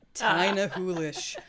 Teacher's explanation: And why are you saying it in a way that makes it sound like an even longer word than it actually is? The accent where every syllable is just elongated and yet there are a bunch of consonants missing. · Term: Scottish dialect